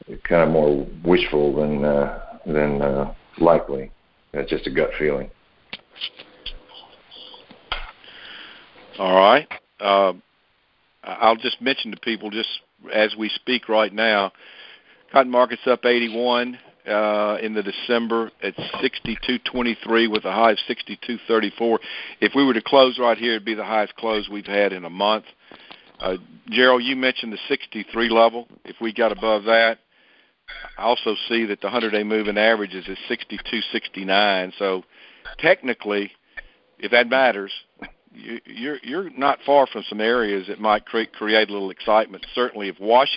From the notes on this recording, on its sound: Monthly Conference Call.